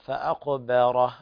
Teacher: الباء وقعت بين بعدها راء وقبلها قاف، يعني وقع بين مفخمين، فانتبه إلى ترقيق الباء